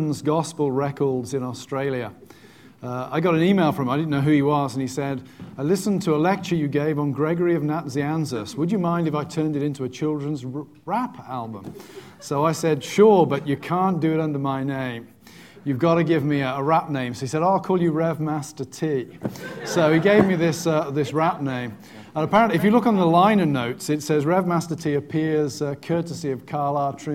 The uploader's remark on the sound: Welcome back to Westminster Theological Seminary, nestled in the quaint city of Glenside, Pennsylvania where the Preaching Conference is still underway. Students have submitted thought-provoking questions to our LIVE panel.